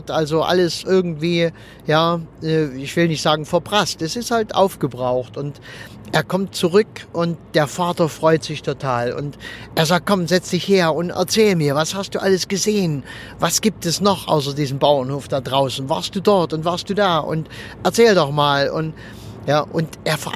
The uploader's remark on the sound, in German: Und wenn ich mit meinem Aufnahmegerät am Straßenrand im Auto sitze, wenn ich während der Autofahrt aufnehme oder sonst irgendwie, dann ist die Aufnahmequalität etwas gemindert. Manchmal kannst du hier auch eine Rede mithören.